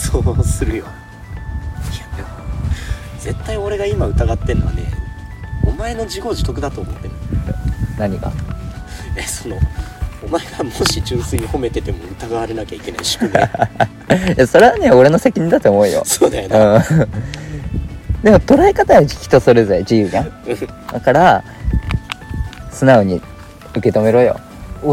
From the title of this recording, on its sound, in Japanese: 雑音注意